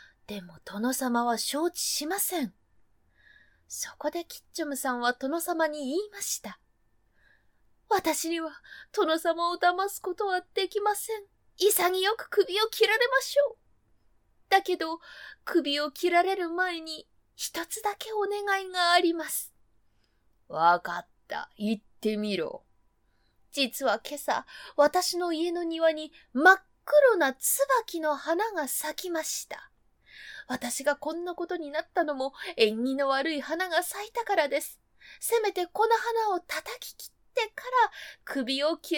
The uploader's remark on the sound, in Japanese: 自宅録音ですのでノイズなどはご了承くださいませ。